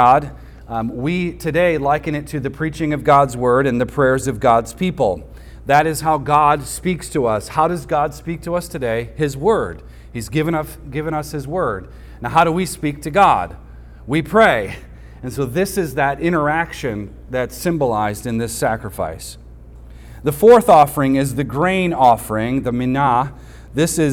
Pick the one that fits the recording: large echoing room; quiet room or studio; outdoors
large echoing room